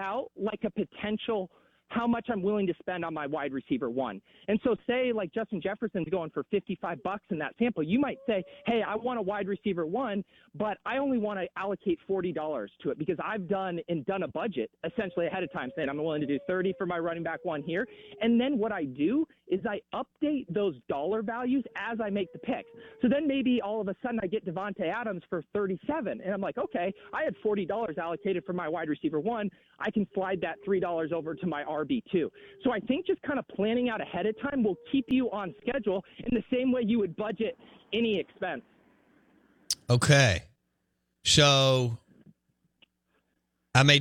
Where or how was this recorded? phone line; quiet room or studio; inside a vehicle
phone line